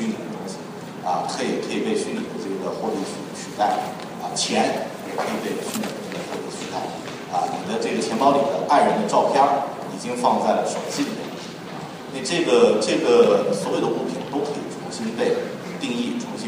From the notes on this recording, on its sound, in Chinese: 本期节目为MIA 2013交互设计论坛的发言录音整理而成。现场录音效果一般，对音质要求较高的朋友请慎重下载。